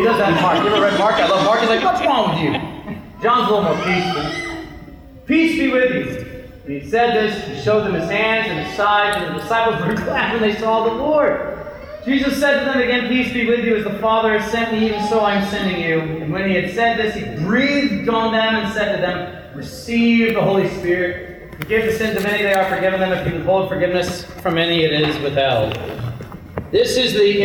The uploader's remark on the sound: This Bible study was recorded at Zion Lutheran Church in Tomball, TX